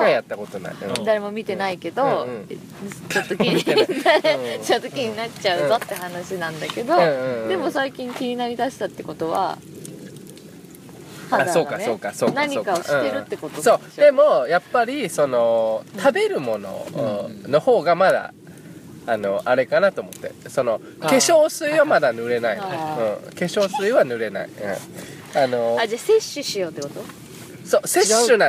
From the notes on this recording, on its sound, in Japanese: 本栖湖で月夜に照らされ、富士山を見ながらの収録です。